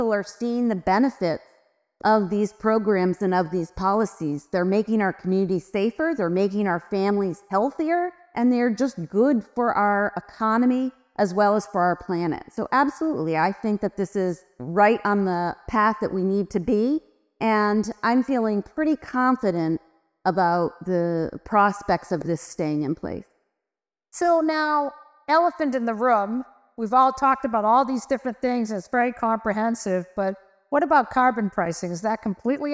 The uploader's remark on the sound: Live from NYU. As part of Climate Week in New York, The Energy Gang recorded a special edition in partnership with New York University: an expert panel.